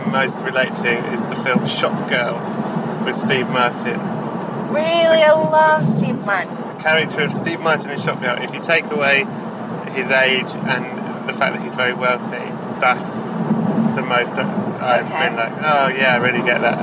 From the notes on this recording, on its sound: First thing’s first - mention must be made of the fact that this was recorded in a car. This is probably extremely apparent but just in case you’re curious as to why there’s a lot of very motor-sounding background noise, that’s what’s happening.